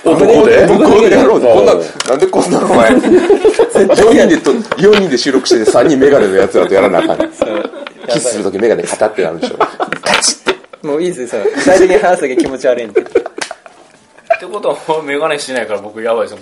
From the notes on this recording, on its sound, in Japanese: ゲームマーケット秋2015前日ゲーム会で収録しました